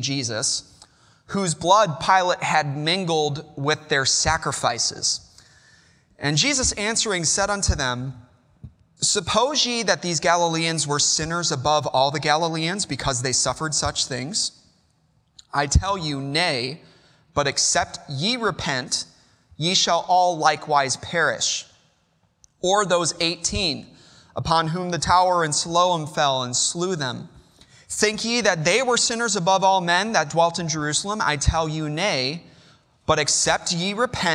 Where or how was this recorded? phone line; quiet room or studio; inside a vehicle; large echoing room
large echoing room